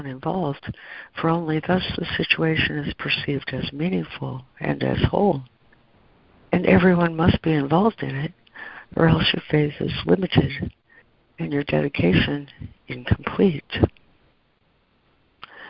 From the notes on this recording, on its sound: ACIM Daily Conference Call